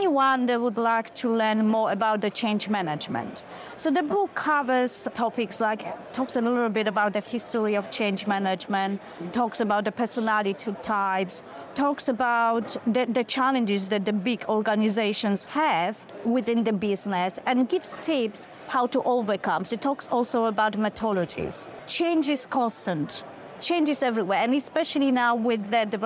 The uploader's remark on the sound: live from FinTech Connect